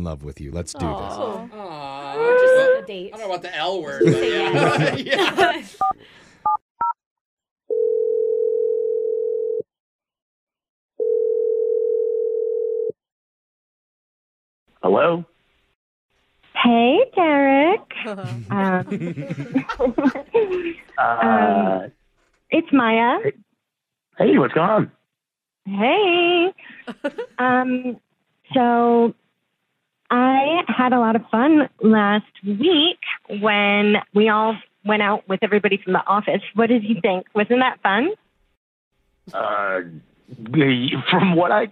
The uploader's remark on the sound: Awkward Tuesday Phone Call